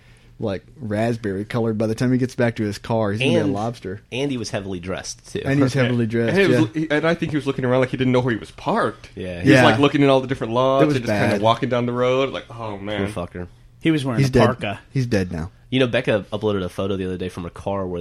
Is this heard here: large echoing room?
no